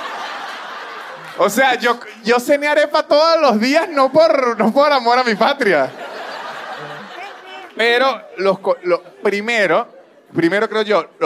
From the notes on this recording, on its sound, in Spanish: Un episodio grabado en vivo en el teatro picadero.